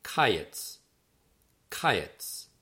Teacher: So most of our words, and this is true throughout the book, most words have their accent on the last syllable, but the word for summer fruit, Kayetz, is different. The accent is on the first syllable, the ka, and then yitz is the second syllable that's unaccented.